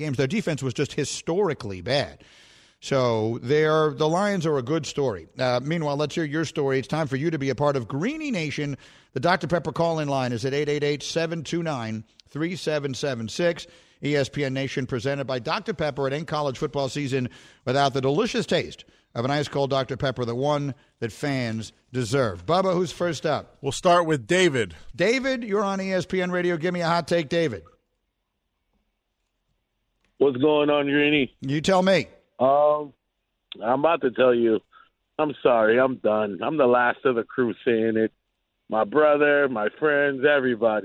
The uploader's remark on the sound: We open the phones and take your calls.